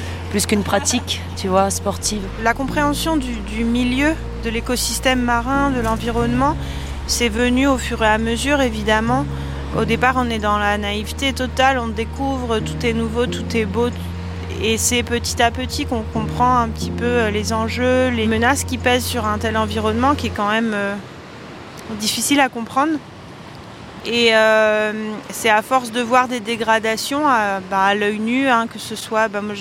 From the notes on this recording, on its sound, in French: Extrait sonore de la table ronde à l’occasion de l’événement Demain le sport